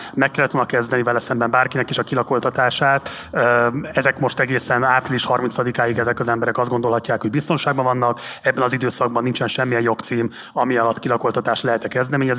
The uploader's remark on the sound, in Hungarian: A Város Mindenkié csoport a téli kilakoltatási moratórium első napján szervezett nyilvános kerekasztalt a Habitat for Humanityvel közösen. Ezt hallgathatjátok most felvételről a Partizán Podcast Extrában.